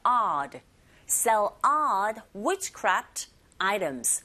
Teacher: 이번에 강세가 있기 때문에 철자 오에 강세가 있다. 아에 가깝게 발음해 주세요.